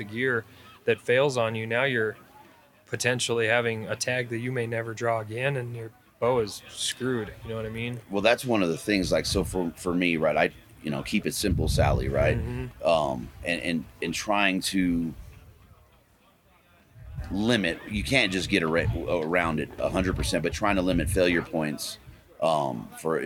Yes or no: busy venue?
yes